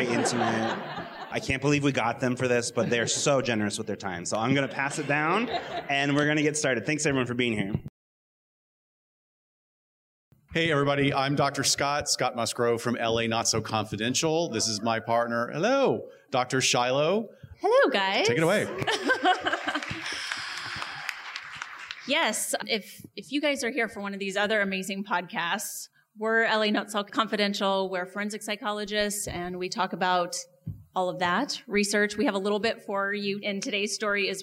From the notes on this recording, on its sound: An L.A. Podcast Event (live recording). This live recording comes to you in the format of our show.